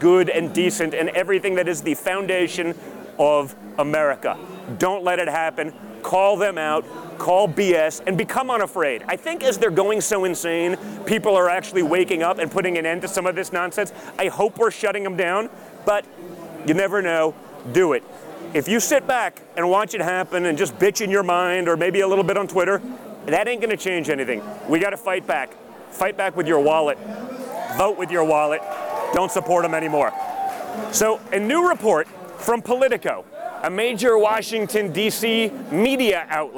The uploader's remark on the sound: LIVE FROM CPAC